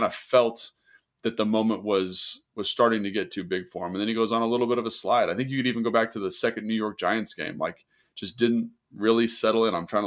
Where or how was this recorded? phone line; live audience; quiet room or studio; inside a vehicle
quiet room or studio